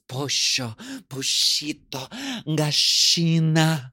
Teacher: And then in, I believe it's Argentina, you the double L becomes a sh sound